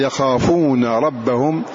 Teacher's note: يخافون ربهم وقعت بعد حرف ساكن فامتنع إدغامها في هذه الراء